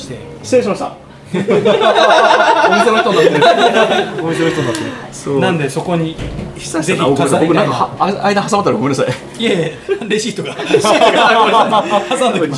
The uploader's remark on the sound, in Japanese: ニセコ公開収録。Bar Guy+（バー・ギュータス）。